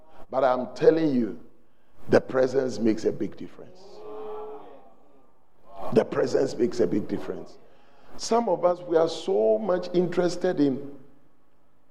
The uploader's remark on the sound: on day two at The Celebration Convention, Fountain of Life Cathedral